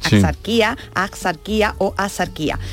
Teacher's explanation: Y que constituye, por tanto, un error pronunciarlo con el sonido que tiene actualmente la X, que es KS o GS o directamente S